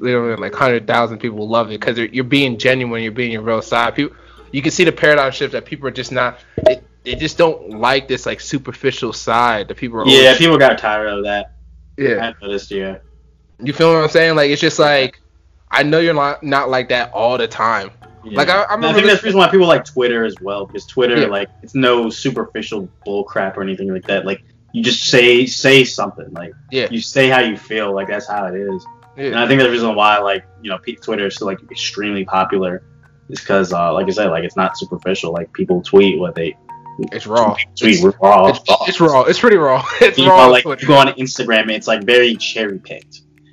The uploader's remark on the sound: We apologize for the audio difficulties in advance.